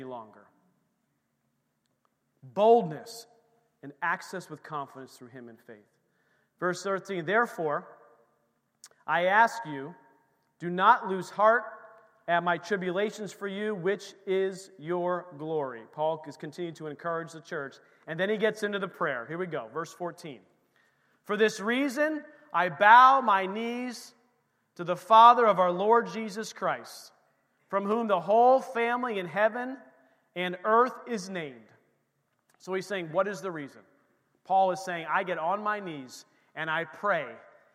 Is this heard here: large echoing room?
yes